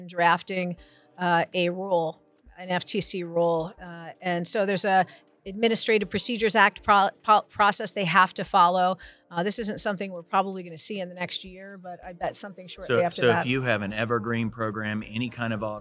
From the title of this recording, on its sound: SOCAP Spring Symposium Podcast Booth '23